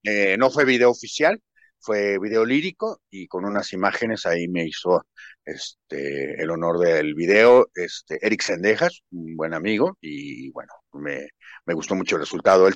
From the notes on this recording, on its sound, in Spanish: Charlamos via zoom.